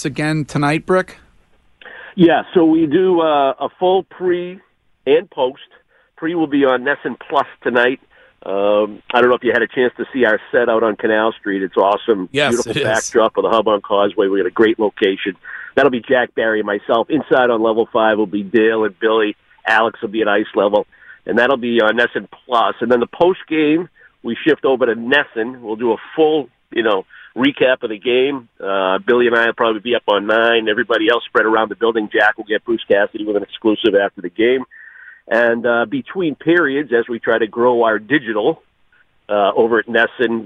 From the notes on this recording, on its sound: calls into the show